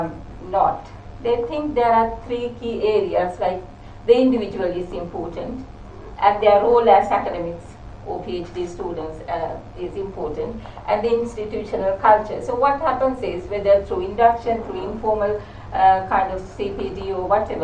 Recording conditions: large echoing room